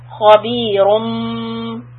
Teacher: Khabi and ru, heavy. And then you have iqlab, the mean. So we lightly close the lips. Khabirum. Again, remember the ru is heavy and rounded lips, and the meme you're going to flatten the lips.